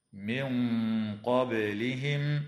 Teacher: وتخفى النون الساكنة عند القاف مع الغنة مفخمة